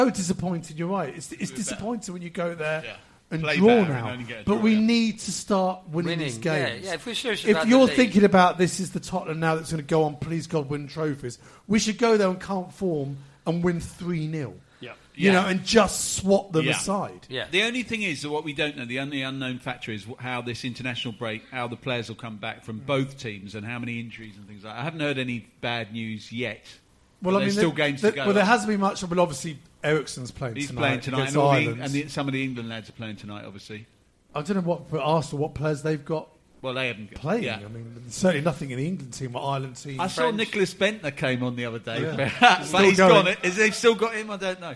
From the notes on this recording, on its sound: This show was recorded live at the Albany in Great Portland St, W1.